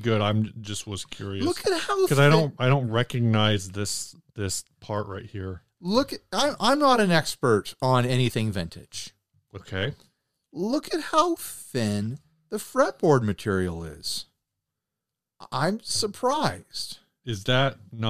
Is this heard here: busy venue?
no